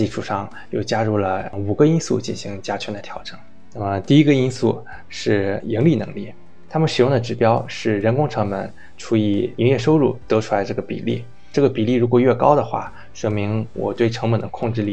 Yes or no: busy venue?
no